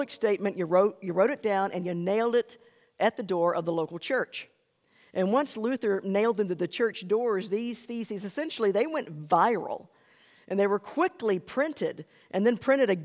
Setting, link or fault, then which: setting, large echoing room